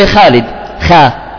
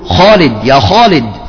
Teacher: ينادوله يا خالد، خا، لاحظتوا؟ وهذا خطأ، لأن الألف بعد الخاء مفخمة · Shown in: second take · أما في الخليج العربي يقولون خالد، يا خالد، صح؟